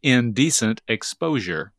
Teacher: Each has three syllables, and it's the middle syllable that's accented. · Term: stress pattern